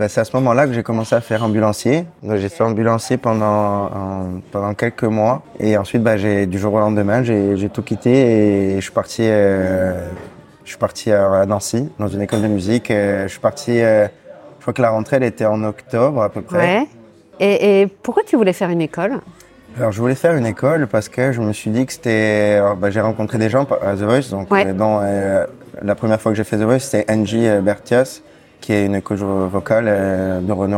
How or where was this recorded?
busy venue